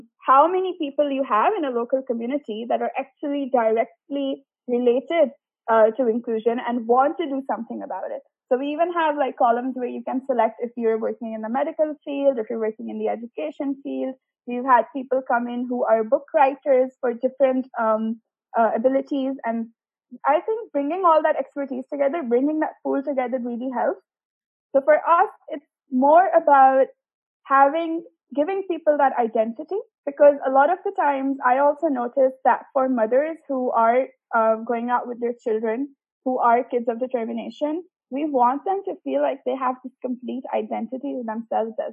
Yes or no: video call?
yes